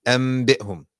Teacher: The noon sakina or tanween becomes a meme when it's preceding a ba sakina. · Term: Iqlab